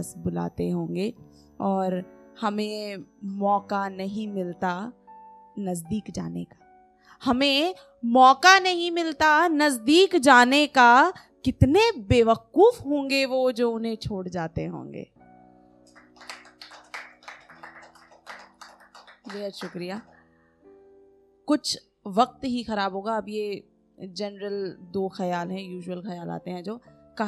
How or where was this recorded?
live audience